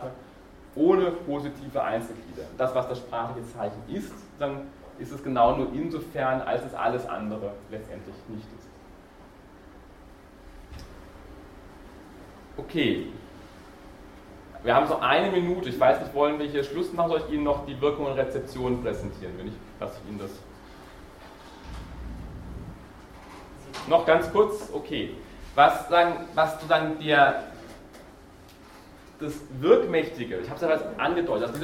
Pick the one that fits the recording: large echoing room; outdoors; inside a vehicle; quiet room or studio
large echoing room